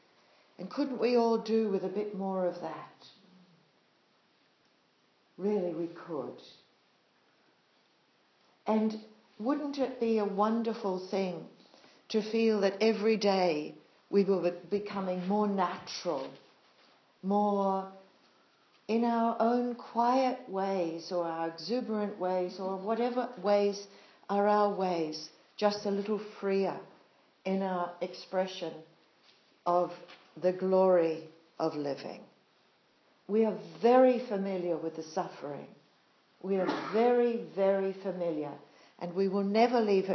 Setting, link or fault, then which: setting, live audience